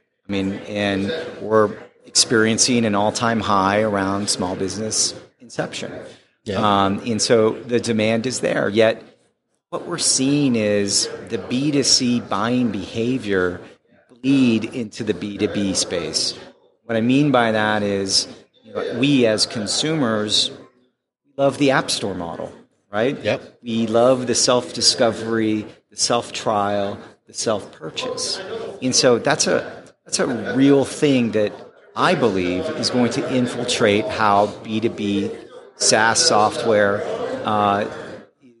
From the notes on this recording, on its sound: during the PAX8 Beyond 2023 conference